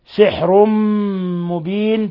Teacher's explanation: تنوين ضم جاء بعده الميم، إضغام بغنة